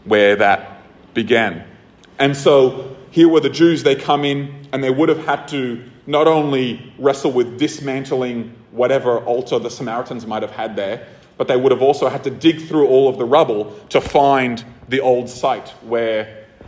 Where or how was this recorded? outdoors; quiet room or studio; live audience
live audience